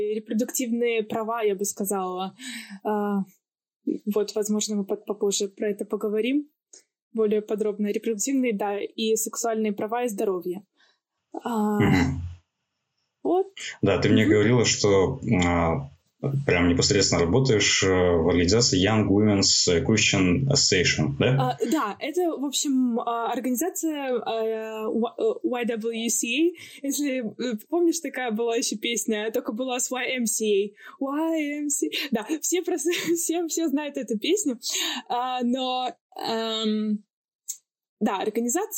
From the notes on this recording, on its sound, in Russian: С нашей новой гостьей мы записывались удаленно, находясь на самоизоляции и в режиме повышенной готовности.